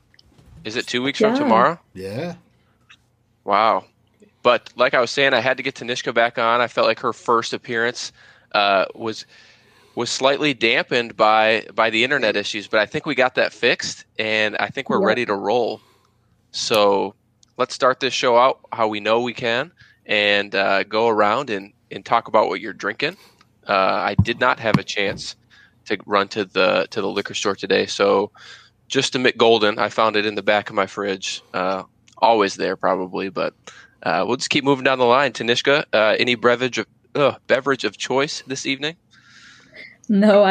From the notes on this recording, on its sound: In the truck and joining the crew